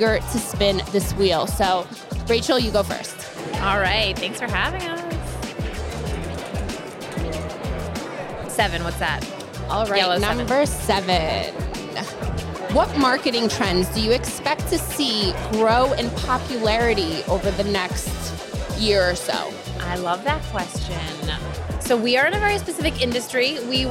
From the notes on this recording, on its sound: We decided to spin things up on the show floor at our latest B2BMX event in Scottsdale, Ariz. At our recording booth on the show floor, we brought a delightful little wheel for the attendees and guests to spin.